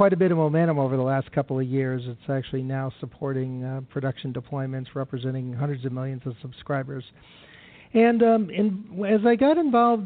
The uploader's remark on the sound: Live - NFV World Congress 2017